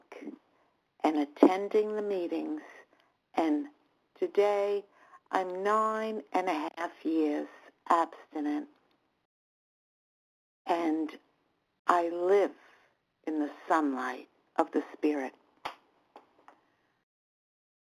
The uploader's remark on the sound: 100 Pounders Phone Meeting